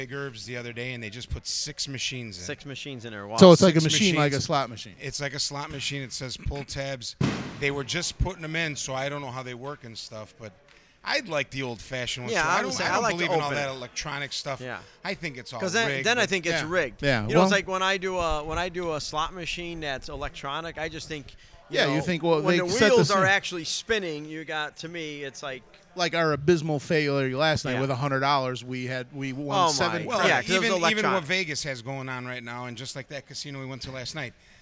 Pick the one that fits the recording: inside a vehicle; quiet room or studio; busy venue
busy venue